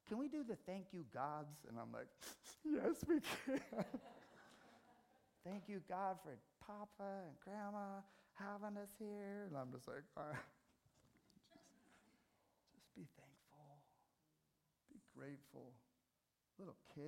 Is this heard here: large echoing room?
yes